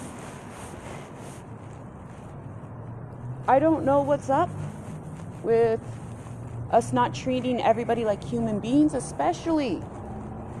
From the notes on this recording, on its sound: I also apologize for the noise in the backround.